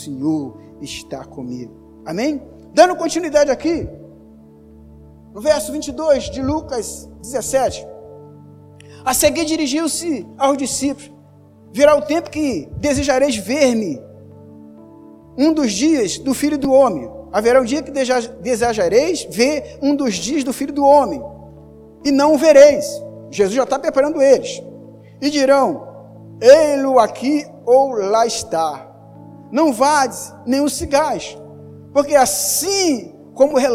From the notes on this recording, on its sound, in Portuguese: Áudio da mensagem ministrada no Culto de Celebração. Na Igreja Cristo Salva Campinas.